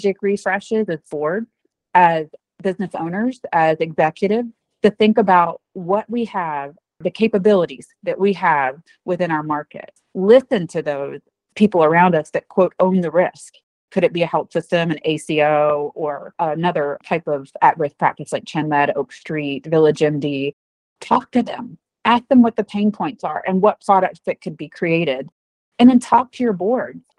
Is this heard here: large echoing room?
no